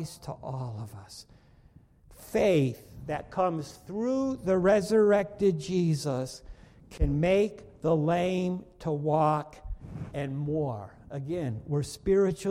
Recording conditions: large echoing room